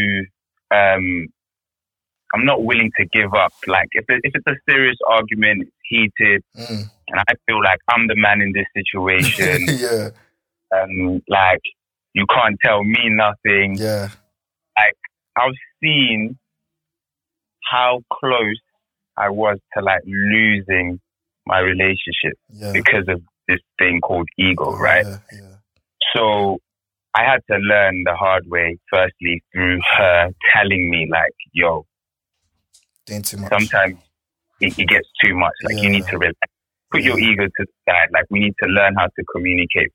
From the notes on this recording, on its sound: phones friends during episode